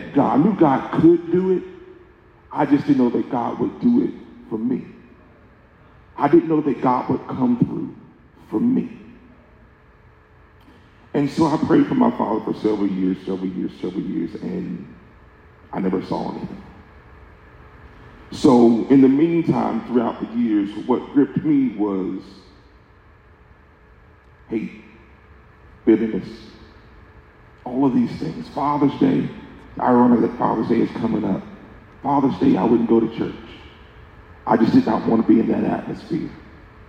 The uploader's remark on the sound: speaks during a men's breakout session at the 2023 Building the Bridge Conference in Houston, Tx.